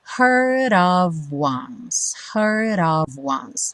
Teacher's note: Aqui a gente liga o heard no of, e o D do heard virou rarara